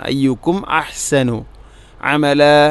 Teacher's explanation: വഖഫ് ചെയ്യുമ്പോൾ രണ്ട് ഹർക്കത്തിന് തുല്യമായിട്ട് നീട്ടണം. അമല മദ് ഇവതാണ് അതിൻ്റെ പേര്.